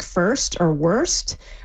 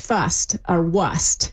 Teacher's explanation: the first hints that R's ever started to get dropped, primarily in words where it was like R-S-T · Shown in: second take